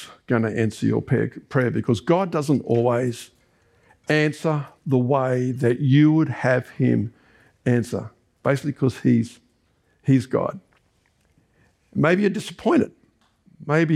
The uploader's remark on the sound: This was recorded during our Sunday AM service on 17th September 2023.